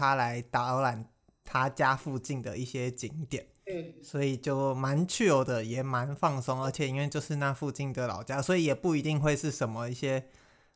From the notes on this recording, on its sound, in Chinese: 這集錄音回音較大，敬請見諒